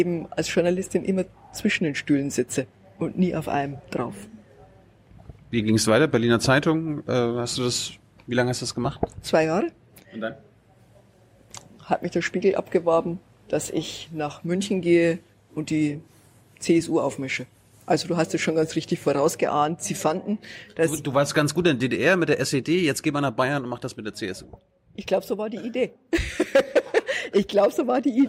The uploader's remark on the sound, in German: In der Berliner Buchhandlung "Ocelot" aufgezeichnet.